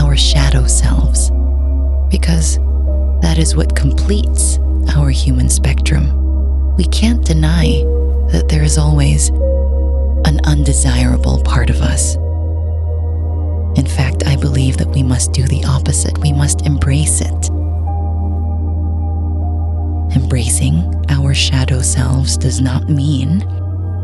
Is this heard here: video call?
no